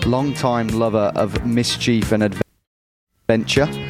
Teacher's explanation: So that oi sound instead of an I sound.